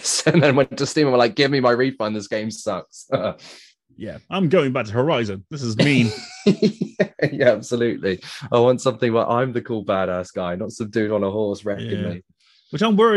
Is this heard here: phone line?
no